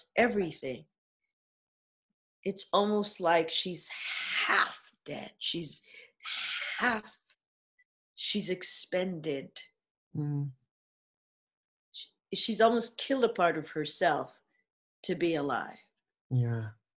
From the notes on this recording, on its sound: via Zoom